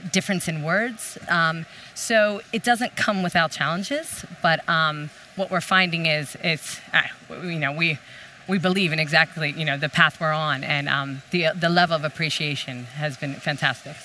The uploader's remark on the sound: a live panel talk from CIFF, Copenhagen International Fashion Fairs